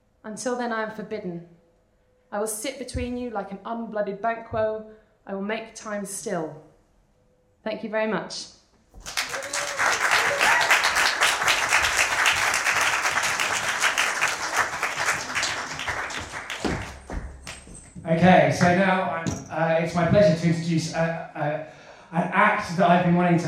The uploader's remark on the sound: The third of three live recordings from our Tragic Heroes live event which took place at the Hackney Attic on the 21st February 2014.